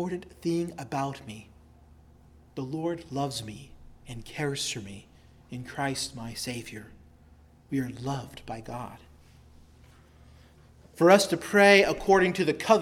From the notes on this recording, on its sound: preached at Christ Our Savior Baptist Church